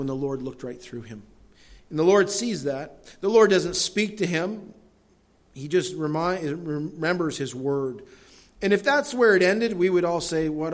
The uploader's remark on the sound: delivered at Madawaska Gospel Church on the morning of June 12, 2016